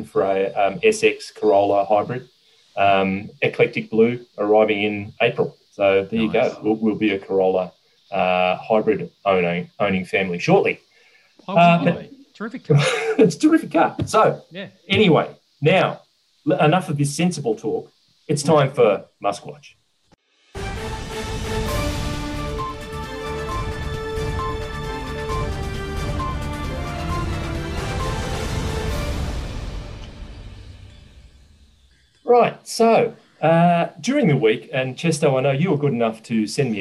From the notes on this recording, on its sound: gather in cyberspace